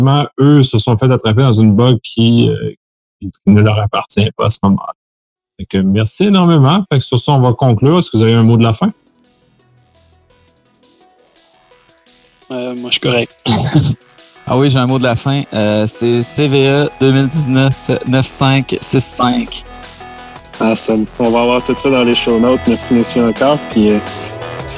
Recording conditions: video call